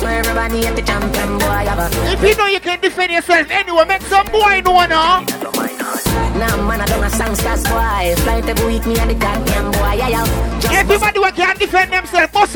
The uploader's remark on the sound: LIVE ON AUGUST 20TH AT ISLAND SATURDAYS IN PROVIDENCE, RI